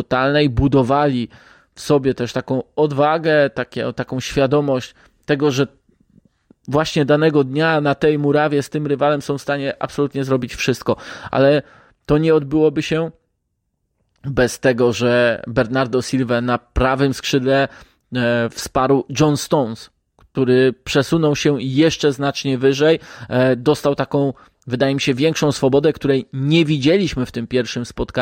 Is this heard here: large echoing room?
no